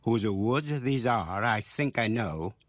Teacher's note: cái nhịp chậm chậm của lối thơ hai âm tiết, âm đầu nhẹ, âm sau mạnh. Mỗi câu bốn nhịp gọi là iambic tetrameter.